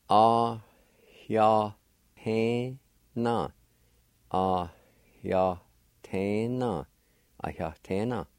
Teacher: there's a faint H sound right after the A and before the Y at the beginning of the word.